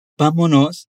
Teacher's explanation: Note que há um acento em ba, então a pronúncia mais forte se encontra ali.